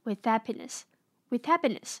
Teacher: with the th 跟 happiness 的 h 会连在一起，变成 with happiness